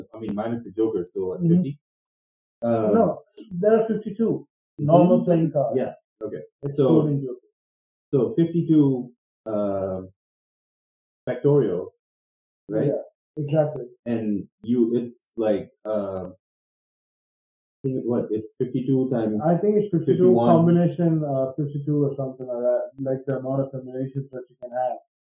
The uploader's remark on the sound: We apologise for the kinda shitty audio. Don't know what happened there but we kind of fixed it.